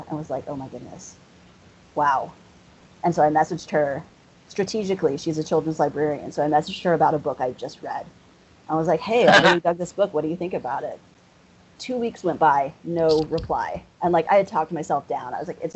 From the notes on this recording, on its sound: Sorry for the audio quality.